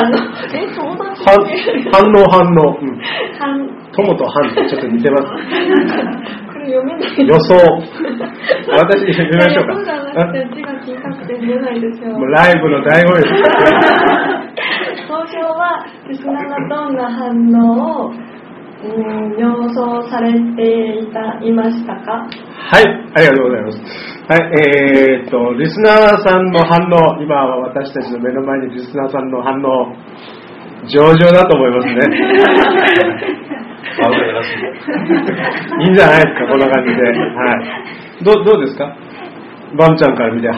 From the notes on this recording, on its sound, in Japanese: ソウル日和公開収録第2部の様子をお届けします。会場の皆さん、そしてUstreamで参加してくださったリスナーの皆さんからのバラエティー溢れる（？）質問。収録時間が長いため音質が低めになっています。ご了承ください。